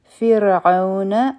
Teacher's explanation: را به نری وایو ځکه چې په دې باندې سکون دی